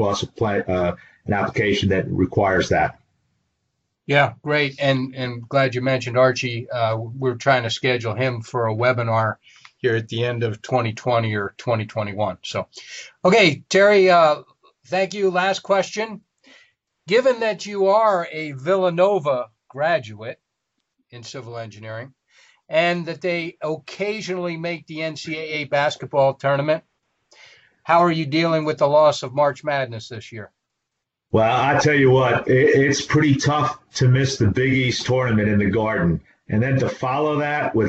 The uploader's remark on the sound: This is an audio version of the FGI webinar.